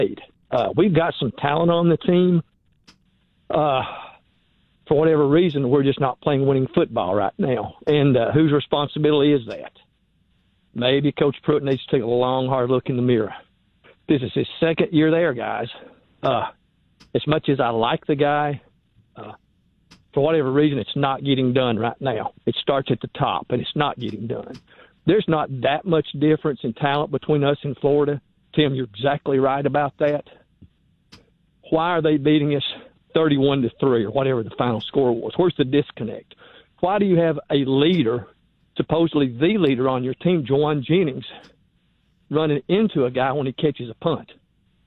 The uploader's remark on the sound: taking more of your phone calls